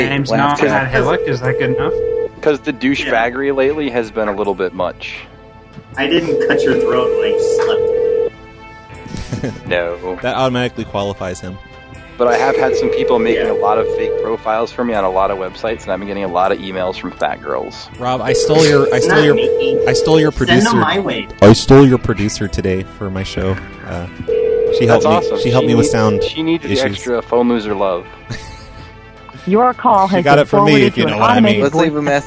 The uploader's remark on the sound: Prank Phone Calls Collection